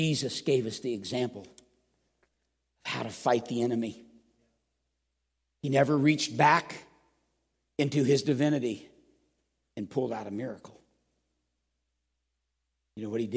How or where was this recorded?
large echoing room